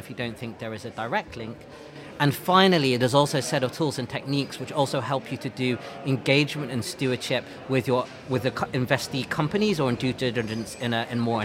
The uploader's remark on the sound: Recorded in partnership with CFA UK at their conference. Where we spoke to a number of the speakers from the event.